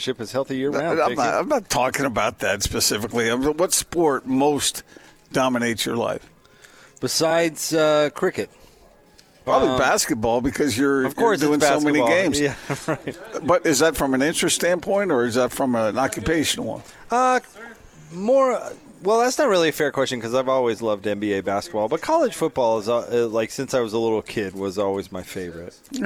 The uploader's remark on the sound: LIVE at LHM Sandy